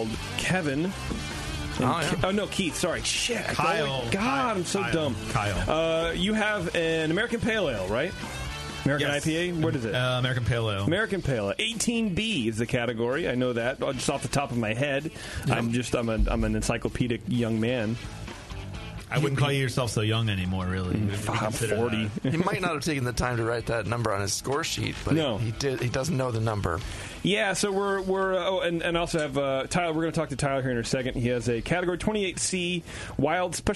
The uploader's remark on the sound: joins us on the phone